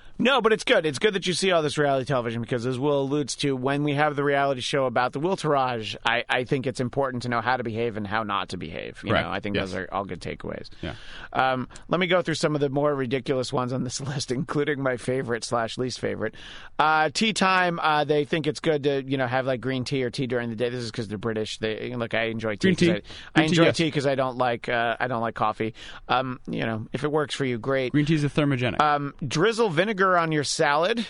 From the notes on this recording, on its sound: back on the phone